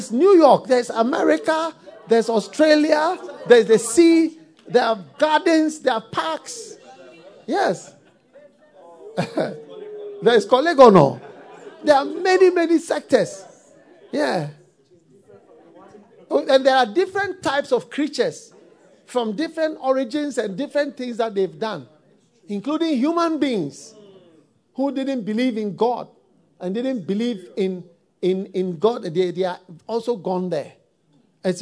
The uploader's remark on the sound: Preached at the FLOW Good Friday Service.